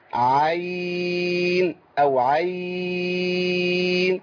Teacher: والعين من طريق الشاطبية اللي بنقرأ به لنا فيها 4 أو 6 حركات